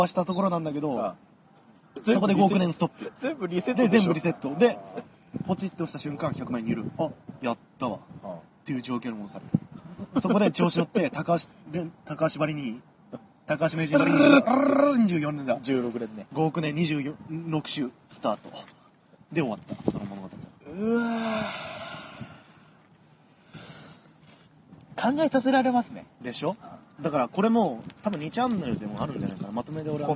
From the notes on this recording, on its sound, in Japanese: なお、今回、収録現場に強風が吹き荒れていたため、風の音が入っていることがあります。